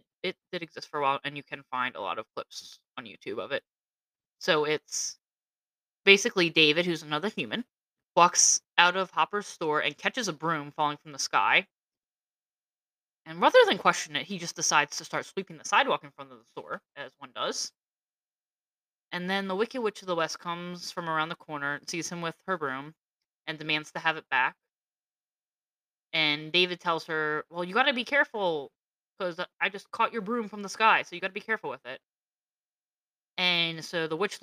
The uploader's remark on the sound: Sorry for the not so great audio.